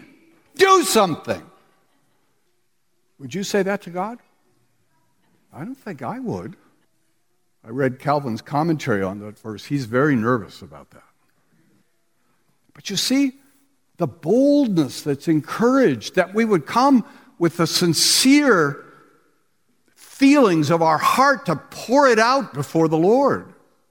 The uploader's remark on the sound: we listen in on the conferences sessions from the Reformation Boise Conference last weekend